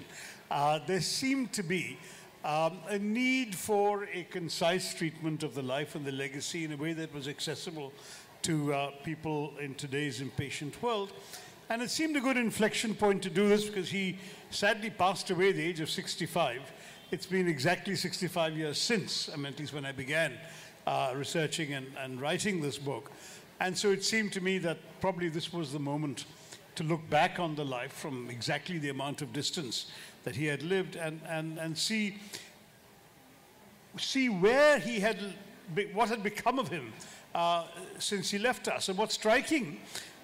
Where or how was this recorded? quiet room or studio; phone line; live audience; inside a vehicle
live audience